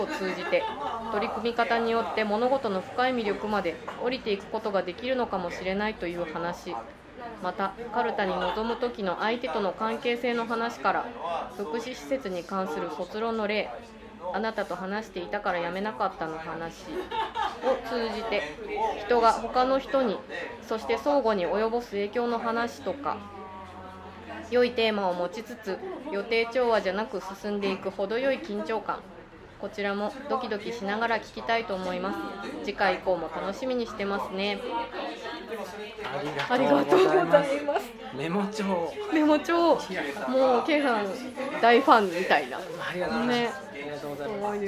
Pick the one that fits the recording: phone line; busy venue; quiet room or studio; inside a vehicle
busy venue